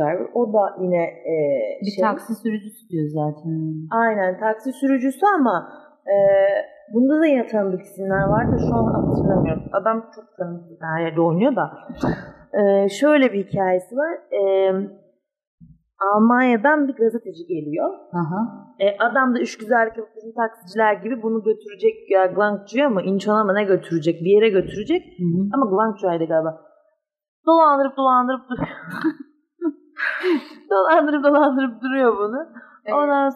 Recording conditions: poor sound quality